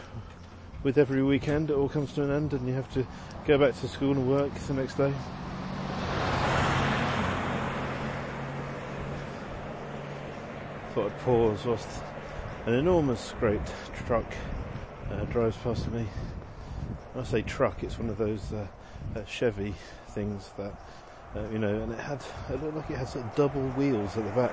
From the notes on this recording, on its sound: Walking home from the T. Pittsburgh's transit system, colloquially known as the 'T' is a rickety tram ride from Downtown into the suburbs in the South Hills and across the river to the North Side. Everyone is on their phones, it rattles and shakes, there are no signs. Short audio clips, often recorded on the move as I'm traveling.